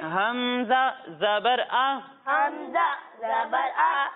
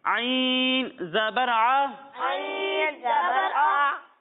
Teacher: جب ہم حمزہ کی ادائیگی کریں گے تو اسے ہم حلق کے نچلے حصے سے پڑھیں گے، اور جب ہم عین کی ادائیگی کریں گے تو اسے حلق کے درمیانے حصے سے پڑھیں گے